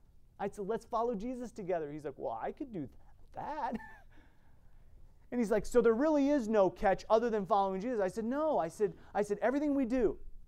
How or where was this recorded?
large echoing room